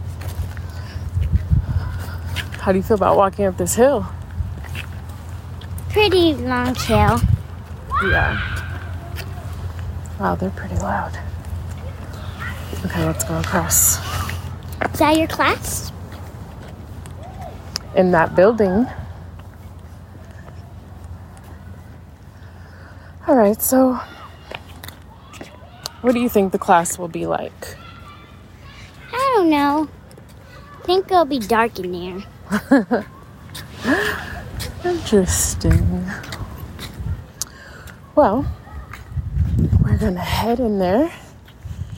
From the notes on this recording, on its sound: We chat as we are walking up the hill to the entrance and then return as we are leaving class to discuss how it went.